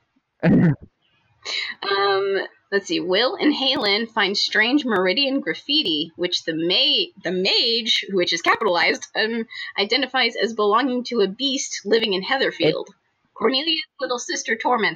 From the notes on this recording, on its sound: Sorry for the poor audio quality! We ended up using built-in mics on our computers for this round. On the plus side, the audio actually lines up and isn't glitchy!